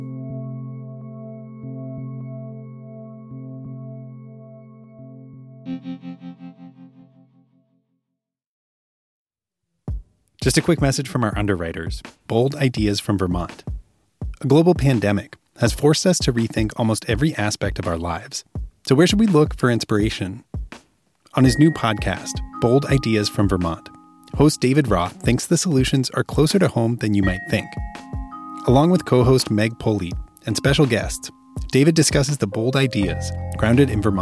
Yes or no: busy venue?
no